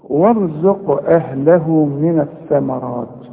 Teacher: القاف دي عليها سكون، سواء تقف أو توصل لازم تقلقل الحرف ده